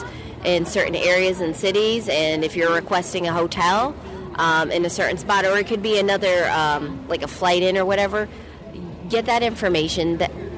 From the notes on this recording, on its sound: What do you do when you are in sunny San Diego next to the palm trees, boats and water? Outside while enjoying the sun.